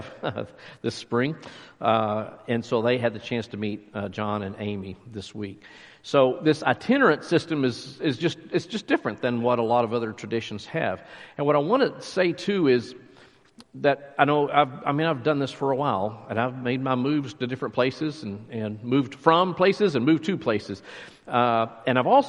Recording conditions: large echoing room